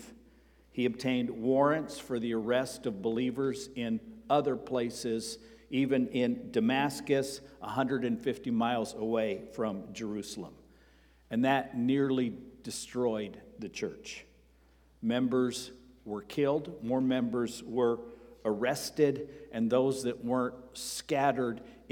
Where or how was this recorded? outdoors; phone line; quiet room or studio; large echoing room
large echoing room